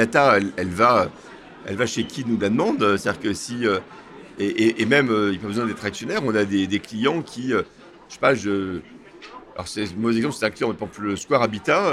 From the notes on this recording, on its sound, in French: Cet interview a été enregistrée en live d'Immo, le Congrès immobilier FNAIM qui s'est tenu les 4 et 5 décembre à Paris.